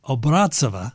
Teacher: Obrazova is probably the correct pronunciation. Accent on the second syllable.